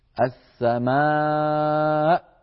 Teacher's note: طيب هذه كلمة السماء لو تأملناها آخرها همزة، همزة سكنت بسبب الوقف وقبل الهمزة حرف مد السماء. طيب هذا حرف المد بعده همزة في الكلمة نفسها · Term: مد متصل